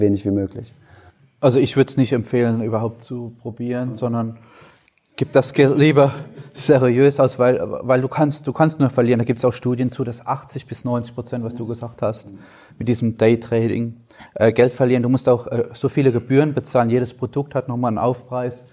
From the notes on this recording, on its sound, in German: die Audioversion der Podiumsdiskussion an einer Hamburger Schule von November 2019